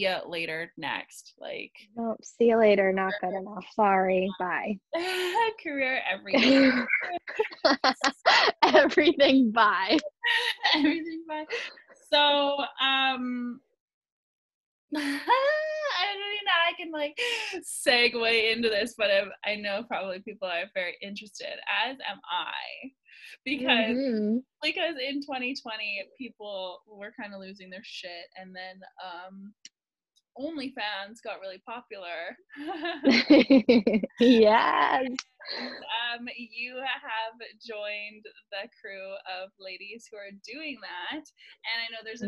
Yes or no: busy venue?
no